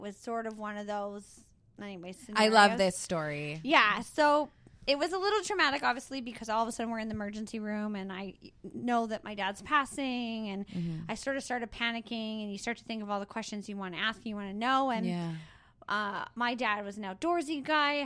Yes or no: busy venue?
no